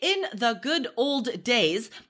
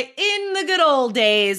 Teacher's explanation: we like completely drop the D in old · Shown in: second take